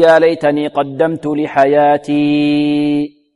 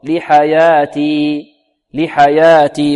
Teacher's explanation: يقول يا ليتني قدمت لحياتي، الوقف على حياتي هنا نقف على الياء بمقدار حركتين، لا نزيدها أكثر من حركتين · Shown in: second take